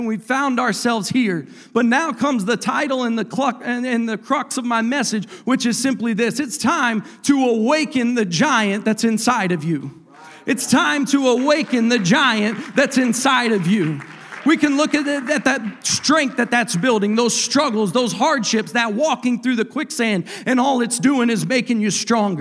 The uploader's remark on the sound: a service recording from Connect Point UPC